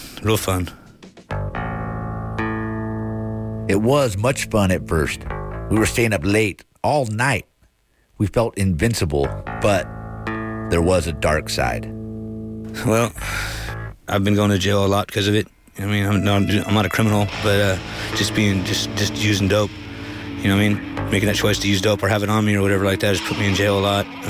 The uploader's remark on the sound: we will open up the phone lines